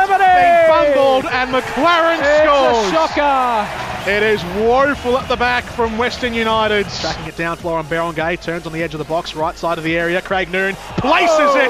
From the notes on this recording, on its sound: in front of a lively crowd at AAMI Park Melbourne